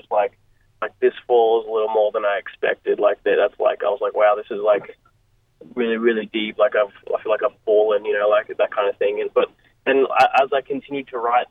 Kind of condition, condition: link, phone line